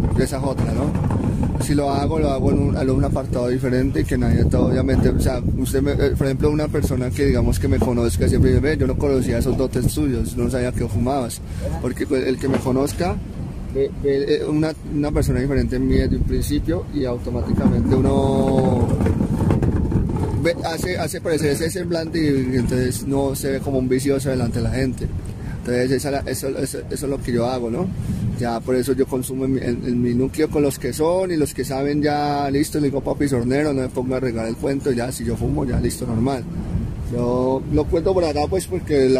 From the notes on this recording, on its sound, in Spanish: Pido disculpas por unos cuantos ruiditos infiltrados y el sonido de la deliciosa brisa caleña que nos acompaño en este parche ya que la realizamos en el BOULEVARD DEL RIO.